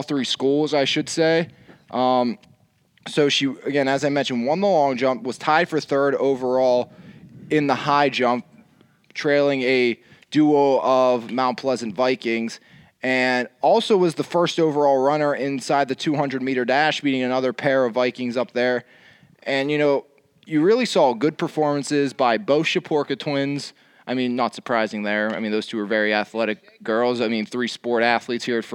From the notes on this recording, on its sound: The Guys take the Podcast outside